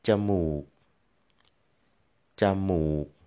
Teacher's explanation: Flat and then low tone